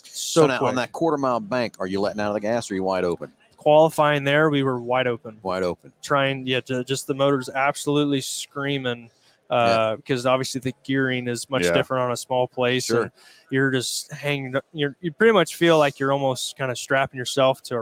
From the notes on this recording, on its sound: Live from PRI Trade Show in Indianapolis, IN.